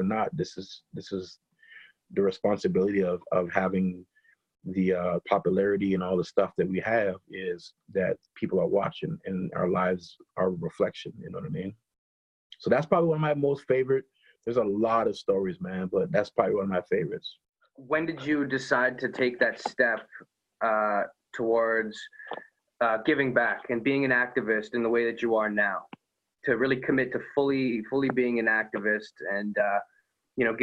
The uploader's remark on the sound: does a Zoom interview